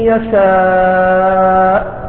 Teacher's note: مد واجب متصل، إذا اتصلت الهمزة مع حرف المد في كلمة واحدة